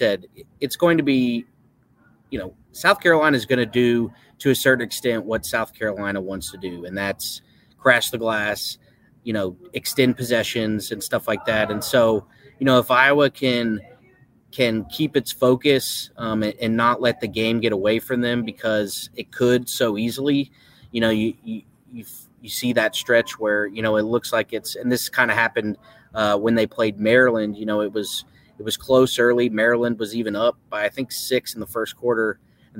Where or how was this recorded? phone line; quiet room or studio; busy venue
busy venue